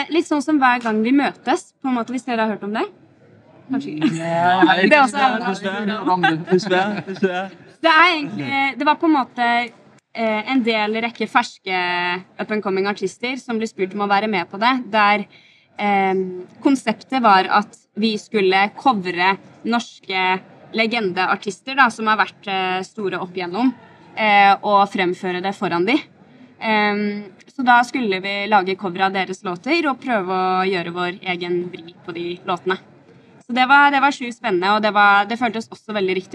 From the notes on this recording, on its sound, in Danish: I vores andet interview på SPOT Festival.